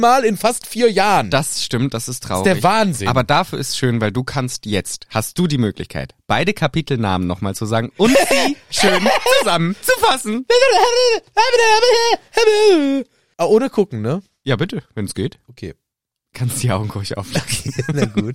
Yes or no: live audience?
no